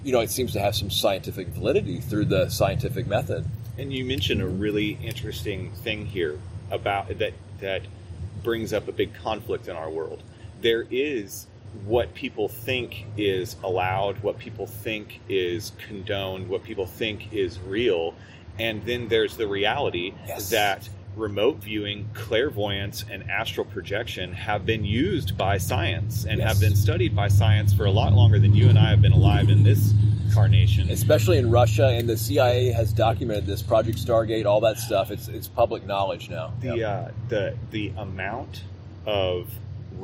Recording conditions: sounds in the background